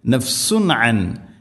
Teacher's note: തൻവീനു ശേഷം ഐന് ഇദ്ഹാർ ചെയ്യണം, അവിടെ വെളിവാക്കി ഉച്ചരിക്കണം. നഫ്സുൻ അൻ, അൻ നഫ്സിൻ, സാക്കിന നൂന് ശേഷം നൂന്, ഇദ്ഗാം ബിഗുന്ന, നൂനിനെ അടുത്ത നൂനിലേക്ക് ഇദ്ഗാം ചെയ്യണം.